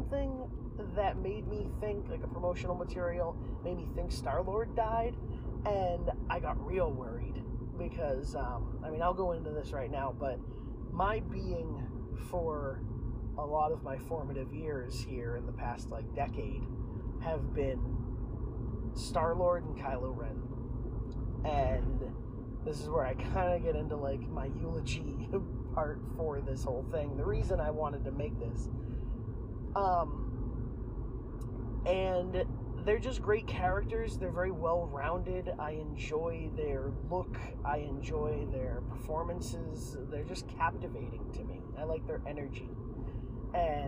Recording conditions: poor sound quality